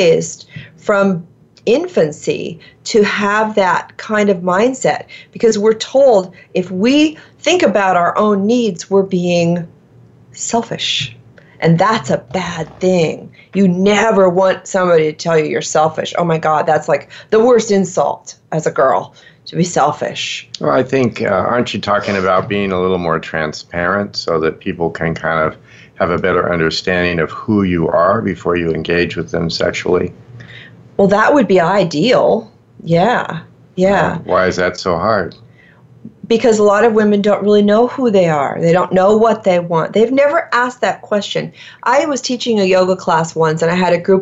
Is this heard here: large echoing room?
no